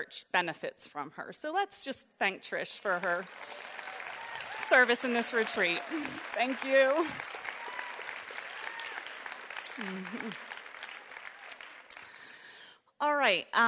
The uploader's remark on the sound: preached during the third session at our 2022 Women's Retreat on April 9, 2022